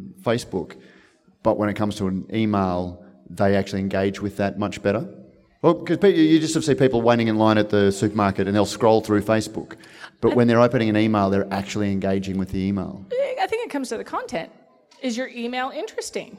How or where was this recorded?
busy venue